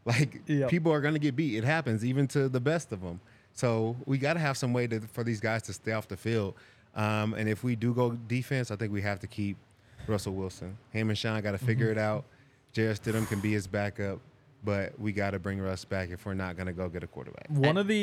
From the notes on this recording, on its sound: coming to you LIVE from the DNVR Bar